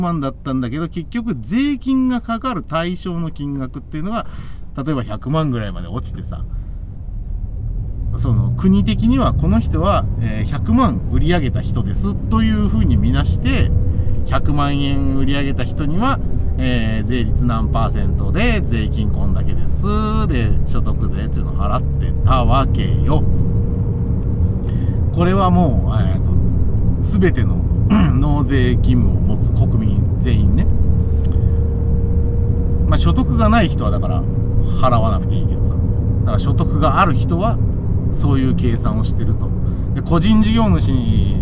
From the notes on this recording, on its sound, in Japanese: 君は助手席で眠っていて。ただ運転して、ただ話してるから。車の走行音と運転手の声を遠くに聞きながら。